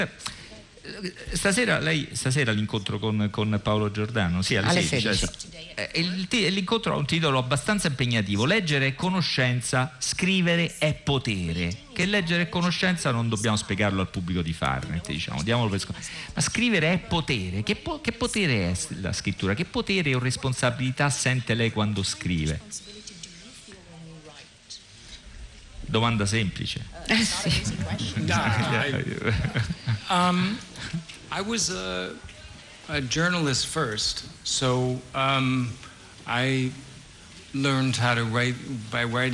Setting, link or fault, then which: setting, busy venue